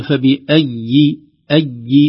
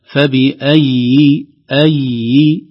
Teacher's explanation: الياء رخوة، حرف رخو لا يخرج بشدة لكن يخرج رخوة · Shown in: second take · هكذا، فبأي أي الزمن موجود زمن الشدة لكن الرخاوة موجودة وليست الشدة.